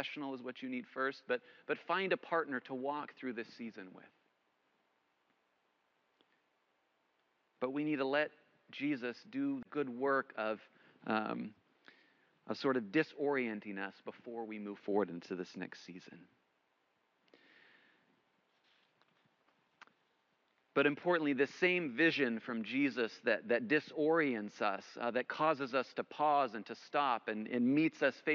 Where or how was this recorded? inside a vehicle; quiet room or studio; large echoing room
large echoing room